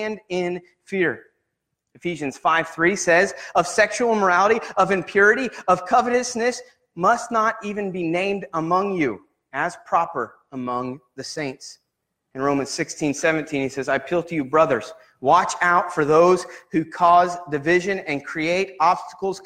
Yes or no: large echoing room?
yes